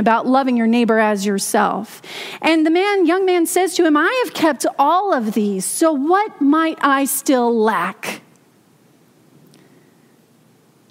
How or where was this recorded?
large echoing room